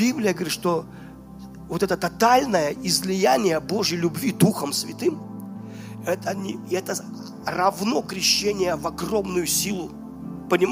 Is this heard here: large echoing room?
yes